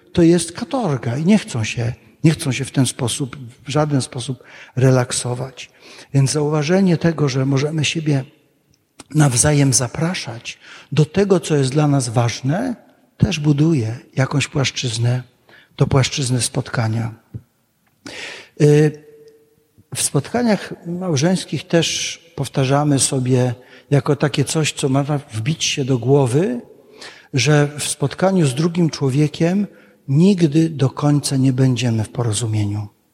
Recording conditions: large echoing room